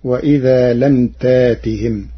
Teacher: قرأ ورش كلمة لا يقصرون بترقيق الراء لكسر قبلها، وإذا لم تأتهم بآية قرأ ورش كلمة تأتهم بإبدال الهمز الساكن ألفا من جنس حركة ما قبله مع حذف الهمزة فتصير وإذا لم تاتهم.